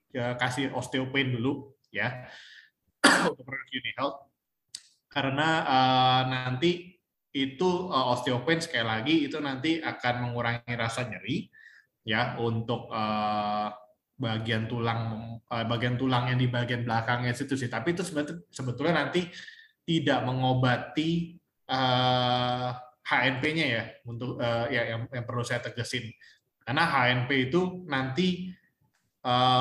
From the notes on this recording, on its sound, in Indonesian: Podcast ini adalah hasil rekaman dari Webinar "Diet Sembarangan Bisa Berbahaya" pada sesi Q&A.